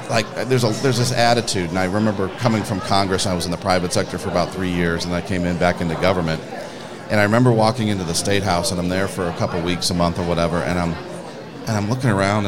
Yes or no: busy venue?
yes